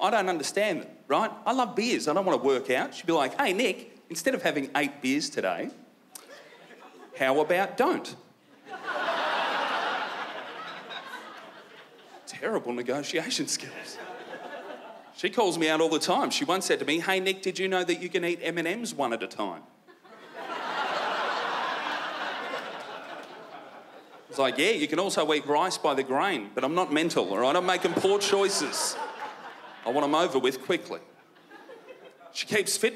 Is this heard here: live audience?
yes